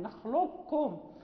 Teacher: نخلقكم روي فيها اختلاف، ولكن المقروء به هو الإدغام الكامل، نخلقكم ننطق بالكاف مشددة ولا يبقى أثر للقاف